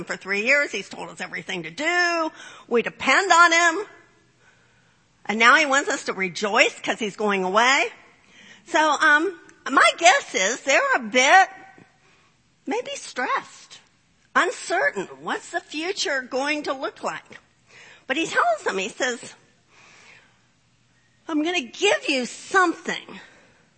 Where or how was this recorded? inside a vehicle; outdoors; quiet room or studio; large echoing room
large echoing room